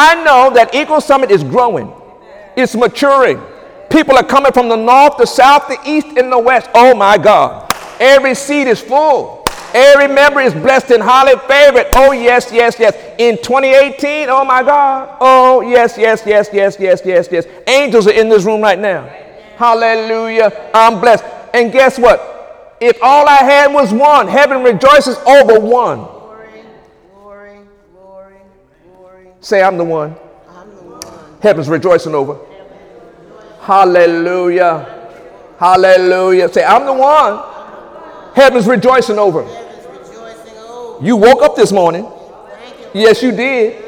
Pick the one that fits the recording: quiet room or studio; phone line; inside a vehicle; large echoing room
large echoing room